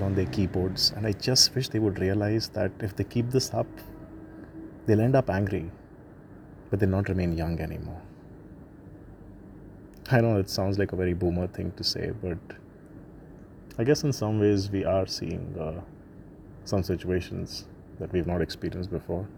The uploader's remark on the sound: In this first episode from the roof of my terrace I talk about how the city of Mumbai and Marine Drive now wears a silent look at night broken only by the sound of the occassional ambulance.